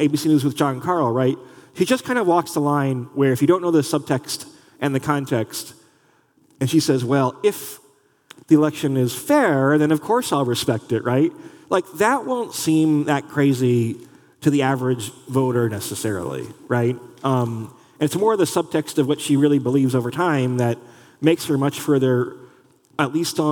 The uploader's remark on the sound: In this live taping of Model Talk in Washington, D.C.